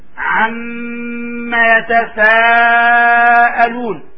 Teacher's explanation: النون والميم يشددان لهما غنة. عما لاحظوا إطباق الشفتين. عما يتساءلون، وهذا مد متصل لابد أن يمد أقل شيء أربع حركات، أقل شيء أربع حركات، من أربع حركات إلى خمس حركات